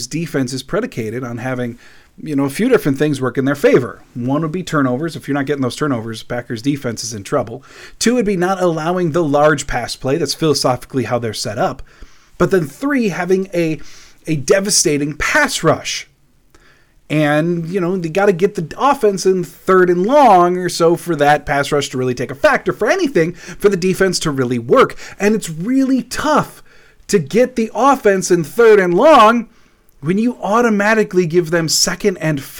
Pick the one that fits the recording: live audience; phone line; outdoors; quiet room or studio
quiet room or studio